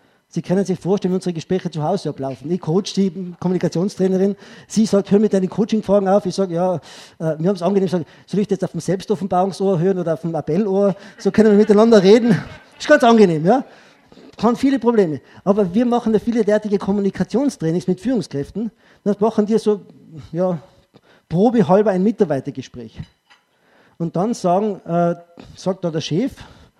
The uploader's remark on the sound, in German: Ausschnitt aus dem ÖGWT-Vortrag "Wirksame Mitarbeiterführung".